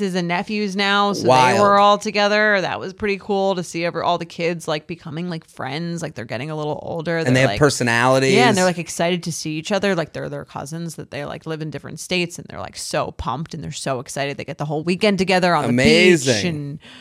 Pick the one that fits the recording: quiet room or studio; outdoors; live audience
quiet room or studio